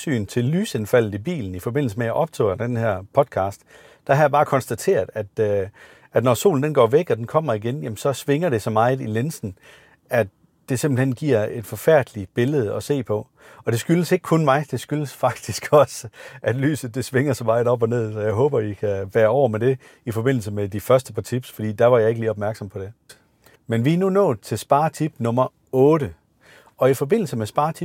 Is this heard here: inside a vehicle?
yes